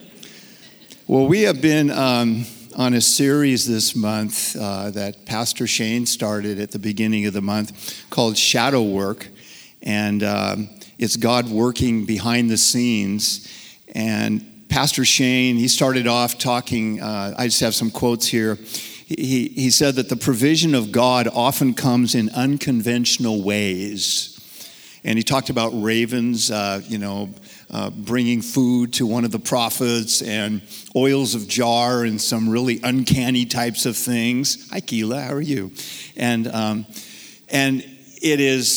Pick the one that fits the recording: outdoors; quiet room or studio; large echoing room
large echoing room